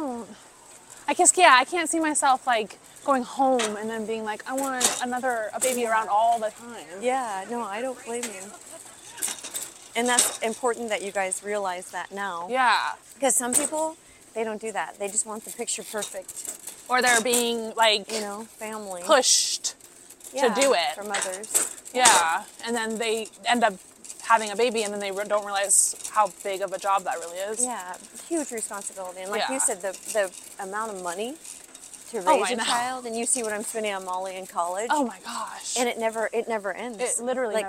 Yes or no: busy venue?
yes